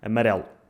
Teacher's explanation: as sílabas átonas que estão no meio comprimem-se, o que faz com que haja redução vocálica